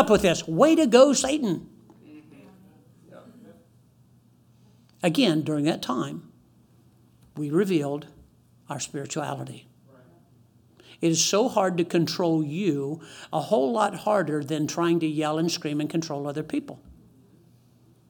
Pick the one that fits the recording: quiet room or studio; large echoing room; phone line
large echoing room